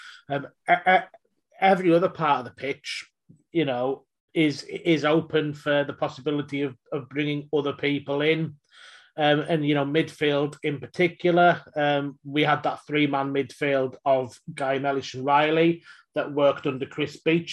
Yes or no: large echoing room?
no